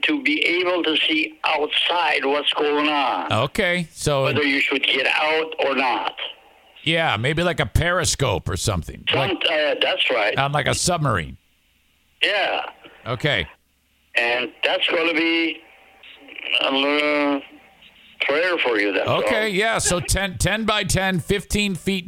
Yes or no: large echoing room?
no